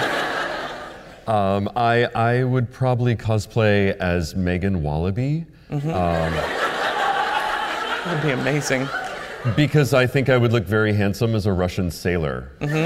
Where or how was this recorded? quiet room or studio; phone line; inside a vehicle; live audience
live audience